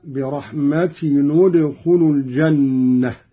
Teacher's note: قرأ قالون بضم أولى الساكنين وهو تنوين التاء